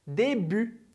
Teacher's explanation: Début, que termina em T, mas a gente não lê o T.